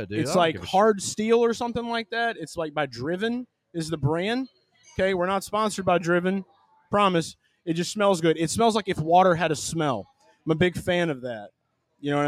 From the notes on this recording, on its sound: LIVE from Hooters in Pensacola Beach, FL